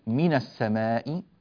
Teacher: يفتح الساكن الأول في من الجارة